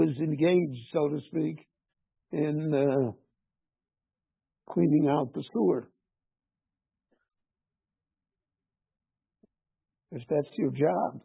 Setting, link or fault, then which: setting, large echoing room